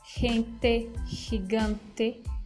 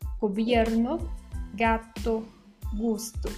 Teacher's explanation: Esse som ele é mais glotal, é um som assim que, que ele você sente que é um som que tá na garganta · Shown in: first take